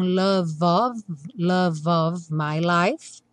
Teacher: revisando of, no caso com som de V, esse F com som de V, e o love, como é, não é pronunciado, já vai ligar direto no O, né?